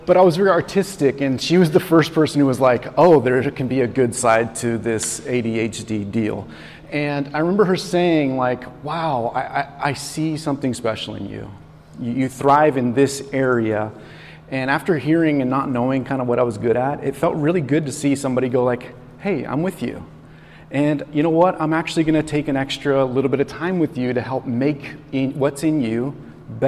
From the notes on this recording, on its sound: This message was recorded on September 10, 2023, at Union Ridge School in Ridgefield, Wa.